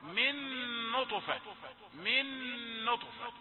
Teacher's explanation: نون أدغمت في نون فإدغام وفيه الغنة. الطاء من حروف القلقلة نطفة، واعلموا أن القلقلة ليست حركة كاملة.